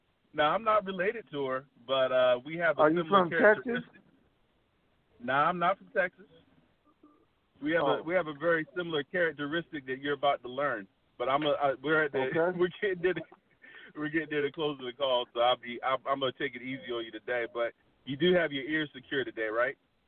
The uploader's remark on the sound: TNTSuperfantastic Conference Call